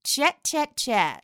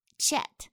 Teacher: chat 其中的 a 发的是梅花音，a，口型要大